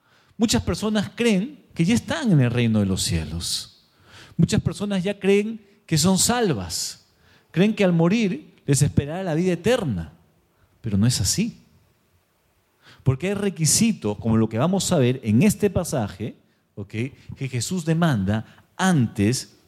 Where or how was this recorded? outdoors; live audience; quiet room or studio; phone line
live audience